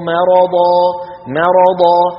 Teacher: بفخموا الميم، لابد من ترقيقها، في قلوبهم مرض فزادهم الله مرضا مرضا، نرقق الميم ثم ننتقل مباشرة إلى الراء والضاد المفخمتين